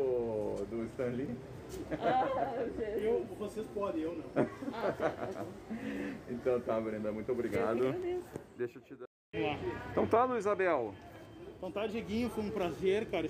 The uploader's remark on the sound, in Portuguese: direto da feira do livro de santa maria 2021